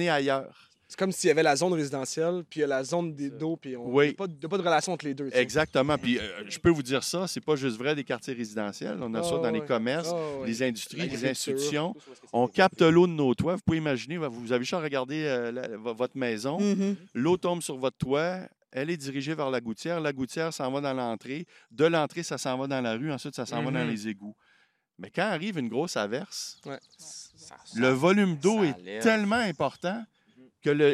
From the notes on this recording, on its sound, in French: enregistré à l'extérieur, devant le Lac Waterloo